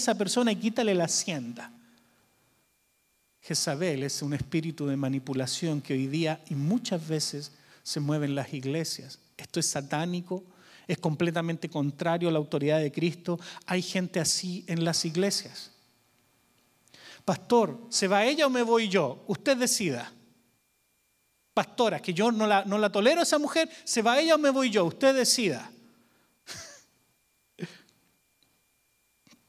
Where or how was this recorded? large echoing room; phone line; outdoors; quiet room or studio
large echoing room